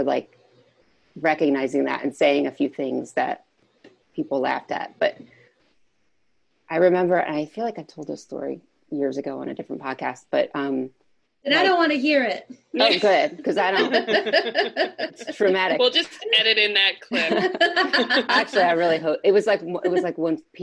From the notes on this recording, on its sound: This episode was recorded remotely during quarantine. You might notice differing audio quality from previous episodes (this one sounds like a zoom call … because it is!).